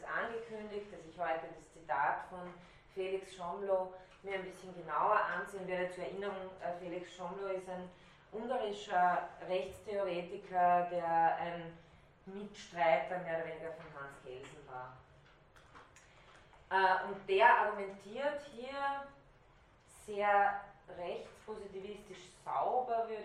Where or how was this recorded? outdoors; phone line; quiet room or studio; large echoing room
large echoing room